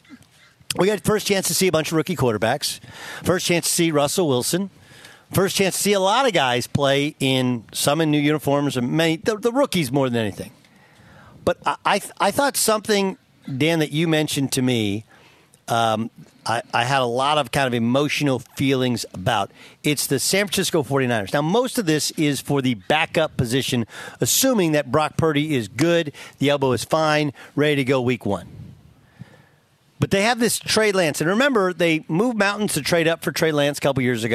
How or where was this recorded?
busy venue